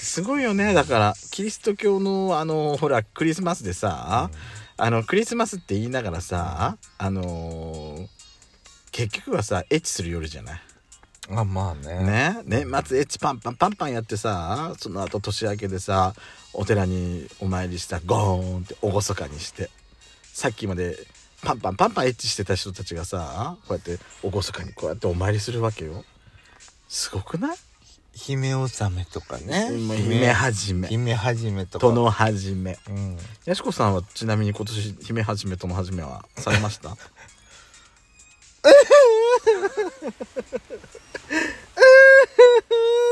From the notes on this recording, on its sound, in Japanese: From Radiotalk。パーキング収録。